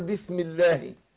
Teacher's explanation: طب الالف بتاع الله ده اسمها الف الوصل او همزه الوصل، دي بتسقط في وسط الكلام، فبنتعامل على ان الميم مكسوره بعدها اللام في النطق